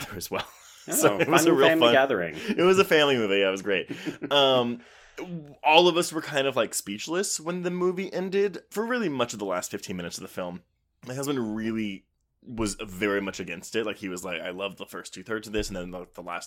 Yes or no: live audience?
no